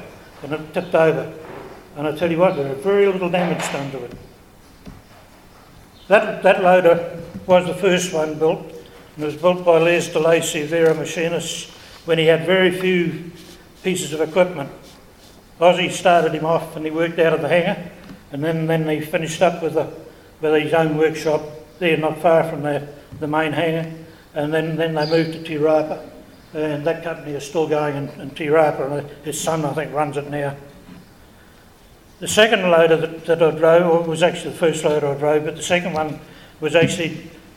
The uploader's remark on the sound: This episode features presentations made in front of a live audience at the 2019 Wings Over New Zealand Christmas Party, held at Te Kowhai Aerodrome, Hamilton.